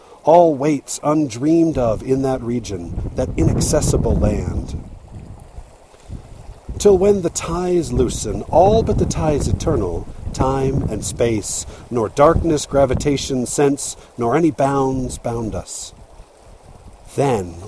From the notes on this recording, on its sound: Recorded by the Diamond Fork River, but there was a bunch of obnoxious wind that sometimes you'll hear with lousy noise.